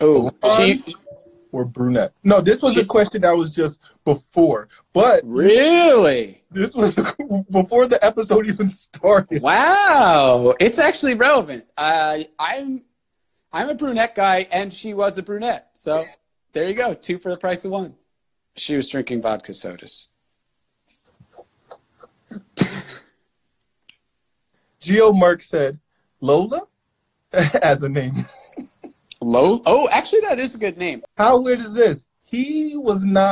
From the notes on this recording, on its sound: Live on Instagram